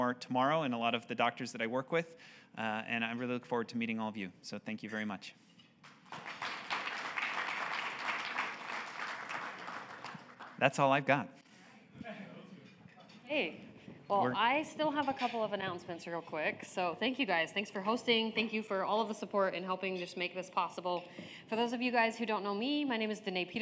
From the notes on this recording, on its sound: Welcome to this year's Eye Believe 2023 Survivorship Seminar recording series.